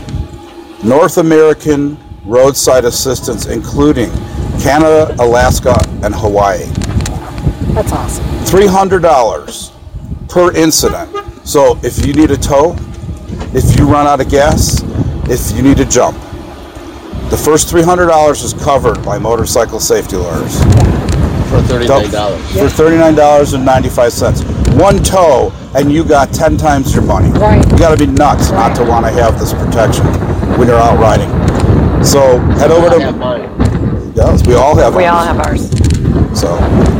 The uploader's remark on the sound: A live episode of My team and I riding through Red Rock Canyon. Our traveling correspondents have riden over 2000 miles getting to Red Rock from Chicagoland.